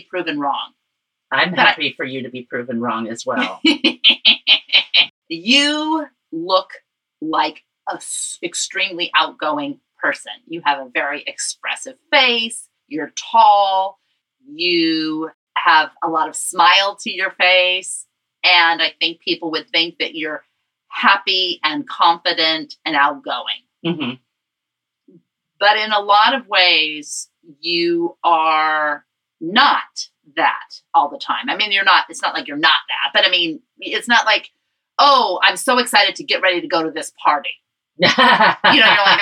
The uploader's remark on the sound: Pardon the sound quality